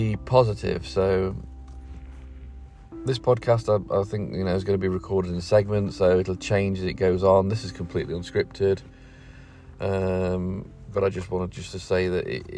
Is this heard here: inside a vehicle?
yes